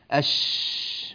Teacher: هواء عظيم يجول في الفم وينتشر · Term: التفشي